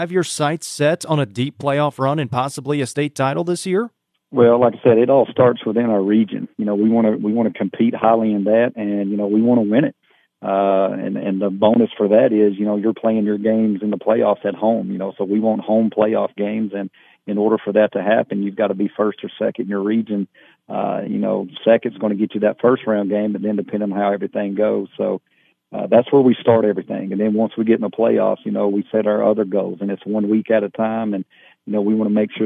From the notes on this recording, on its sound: Coaches from around the Upper Cumberland hopped on the phone to preview their upcoming seasons'.